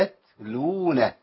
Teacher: المشكلة ان مخرج التاء ومخرج اللام قريبين من بعض جدا من طرف اللسان